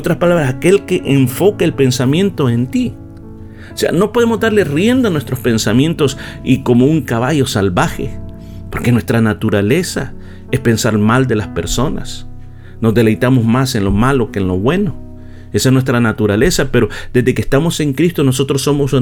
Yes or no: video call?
no